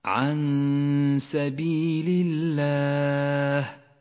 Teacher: وهدوا إلى بعد ذلك حكم الإخفاء في قوله تعالى عن سبيل الله، النون الساكنة وبعدها حرف السين وهو حرف إخفاء، تخفى النون بالسين مع بقاء غنة للنون بمقدار حركتين